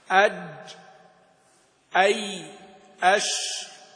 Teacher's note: وهذه الحروف تسمى الحروف الشجرية، لقبهن الخليل بذلك لأن مبدأها من شجر الفم، من شجر الفم بإسكان الجيم وليست من شجر الفم، من شجر الفم، وهو مجتمع اللحيين، واللحيان هما حائط الفم، هما حائط الفم العظمان اللذان فيهما الأسنان، حائط الفم اللذان فيهما الأسنان.